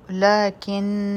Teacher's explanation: کاف به د نون سره یو ځای کو، نون مشدد دی، غنه به کوو